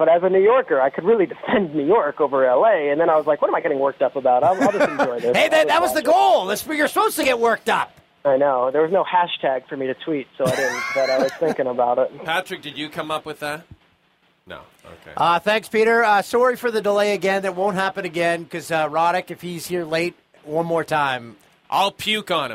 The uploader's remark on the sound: Drops his phone during a phone interview and the boys try to figure out what went wrong.